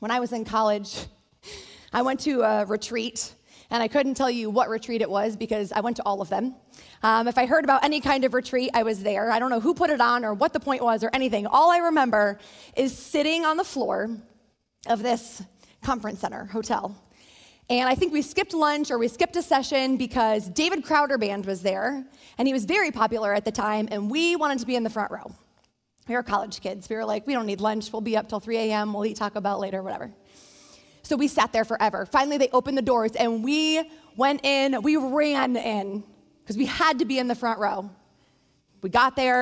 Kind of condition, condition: setting, large echoing room